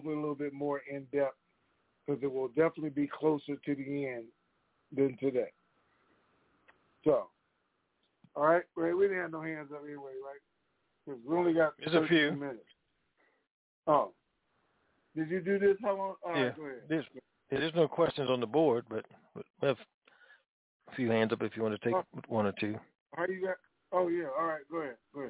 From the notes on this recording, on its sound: TNTSuperfantastic Mini-Conference Call